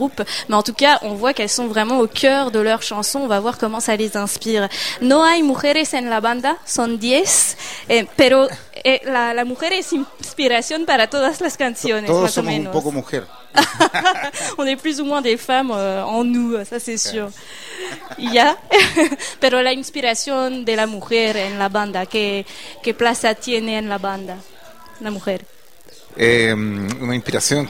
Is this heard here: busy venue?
yes